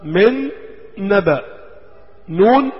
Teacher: نون بعدها نون تانية، وفي هنا ايه نون في النون ادغام، راح حط لك تشكيلة شدة وفتحة وعرة الاولى، الاولى معراة، النون الاولى معراة مش على حاجة، التانية شدة وفتحة يدل على ادغام الاثنين.